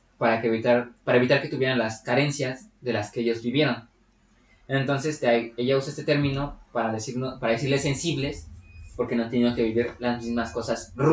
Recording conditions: poor sound quality